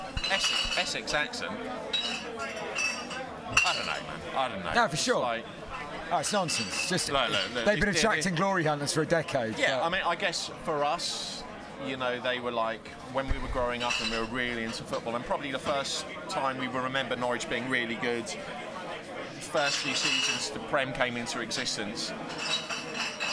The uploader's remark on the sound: Live from the game.